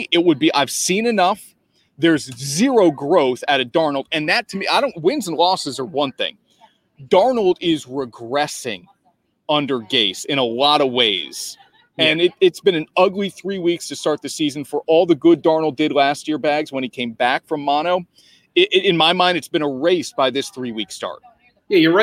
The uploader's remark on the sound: LIVE From Real Men Wear Pink Kickoff